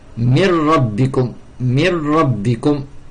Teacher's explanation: On n'entend plus le nun. Min rabbikum, ça se prononce mir rabbikum, mir rabbikum.